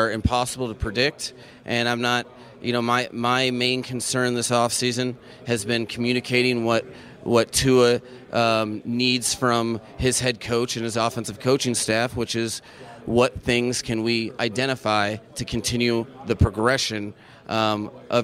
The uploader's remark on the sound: We listen to sound from the NFL Combine today.